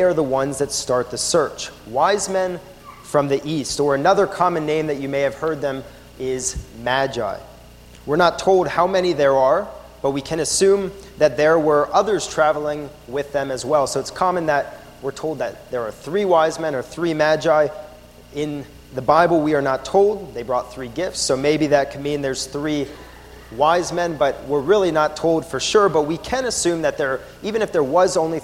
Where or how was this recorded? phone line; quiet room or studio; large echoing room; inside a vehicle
large echoing room